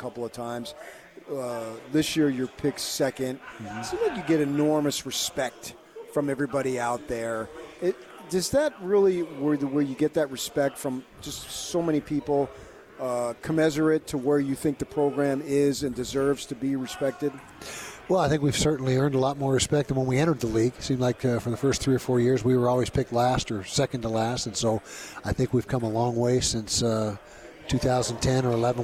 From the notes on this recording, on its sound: LIVE from Pac-12 Media Day in Los Angeles, CA.